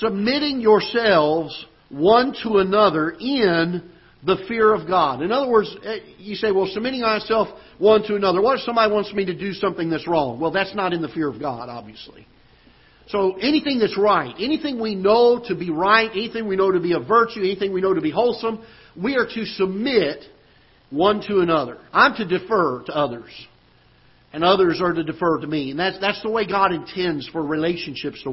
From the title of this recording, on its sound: Ketha Heights Baptist Church ~ Live Broadcast